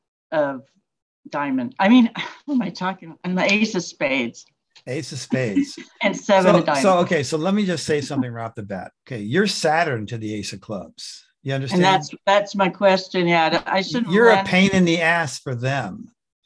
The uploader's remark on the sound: The shows are now all hosted on Zoom.